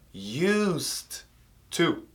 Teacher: quando a gente coloca o to, vai mudar o som dessas duas palavras e esse som vai ficar som de S e som de T no lugar do D